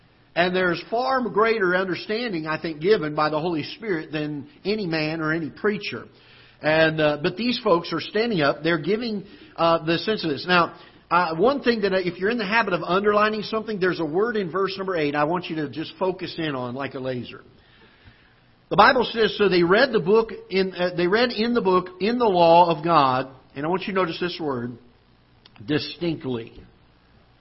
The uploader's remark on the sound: Ketha Heights Baptist Church ~ Live Broadcast.